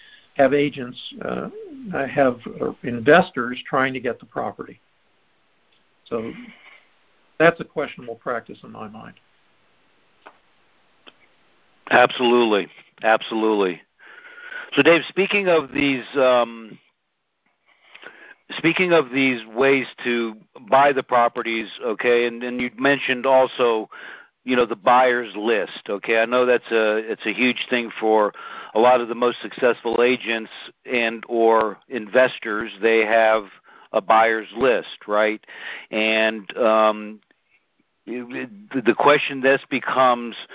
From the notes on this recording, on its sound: Recording posted: Our group call